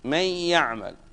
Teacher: تحول النون الساكنة مع الغنة إلى ياء مثلا ولكن بغنة